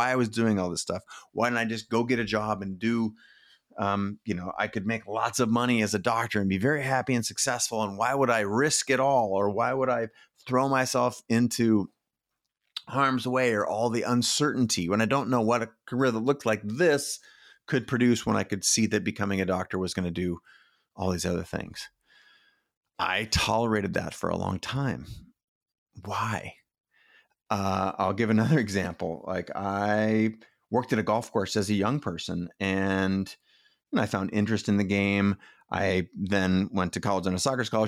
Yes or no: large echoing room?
no